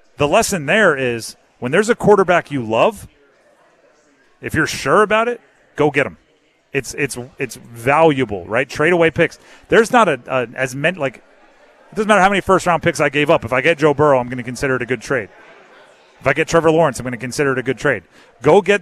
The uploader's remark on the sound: Live from Eagles Nest before The Draft Party.